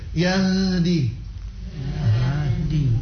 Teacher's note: Kalau ha sukun yang keluar angin · Term: sifat rokhawah